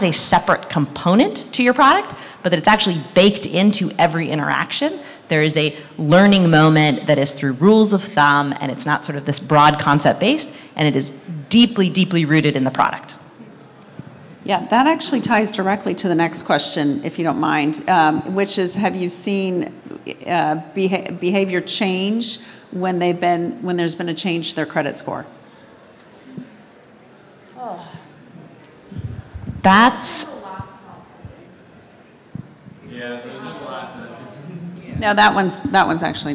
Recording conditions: busy venue